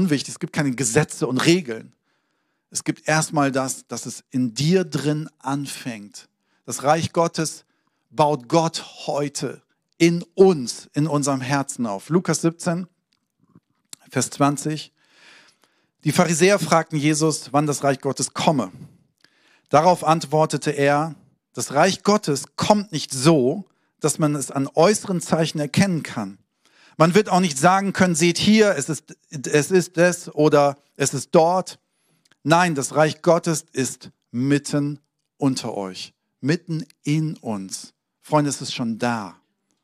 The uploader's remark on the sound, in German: Sonntagspredigt aus dem Standort Bochum.